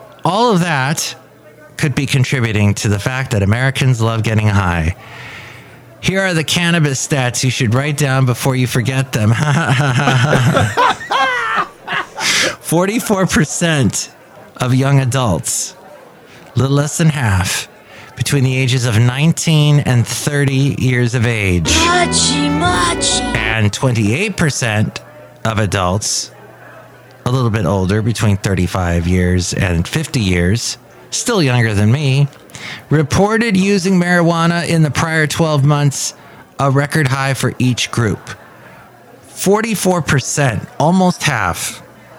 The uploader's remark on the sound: Podcasts live from Café Anyway.